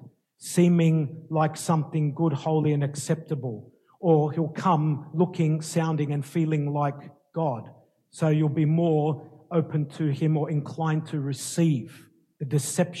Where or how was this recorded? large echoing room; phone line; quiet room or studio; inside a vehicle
large echoing room